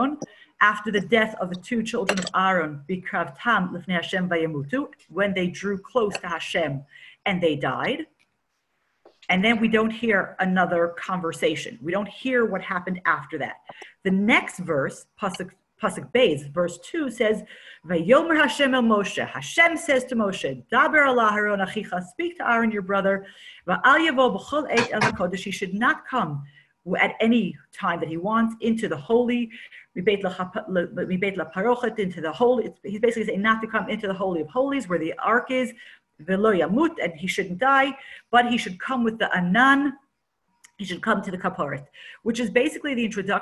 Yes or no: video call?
yes